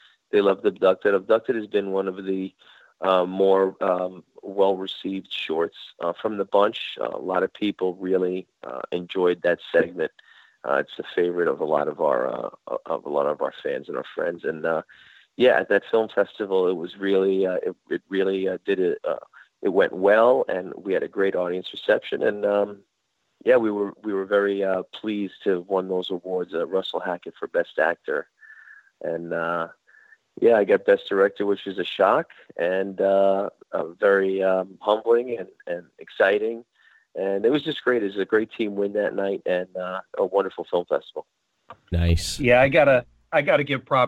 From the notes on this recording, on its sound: call